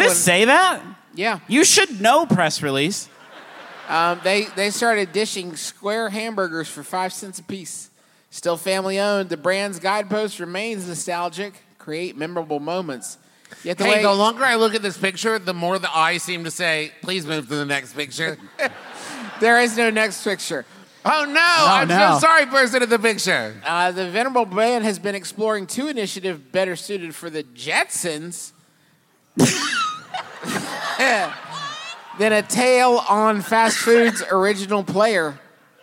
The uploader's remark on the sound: Face 2 Face. LIVE from beautiful San Jose.